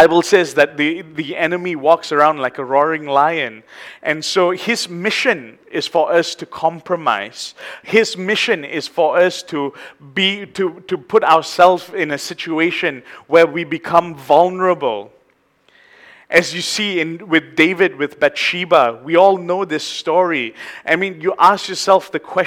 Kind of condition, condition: setting, large echoing room